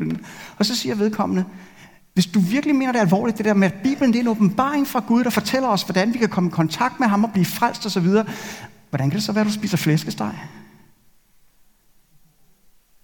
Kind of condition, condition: setting, large echoing room